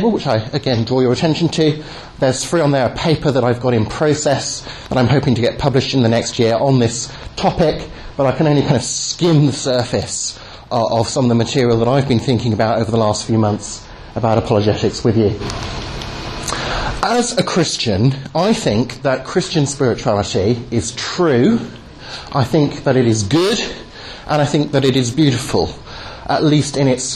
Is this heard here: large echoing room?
yes